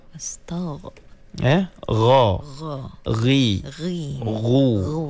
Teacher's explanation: Huruf ghin. Ghin keluar dekat mana? Kerongkong nombor 3. Wastaghfir.